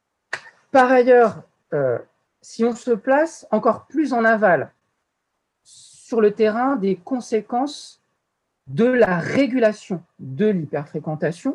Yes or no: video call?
yes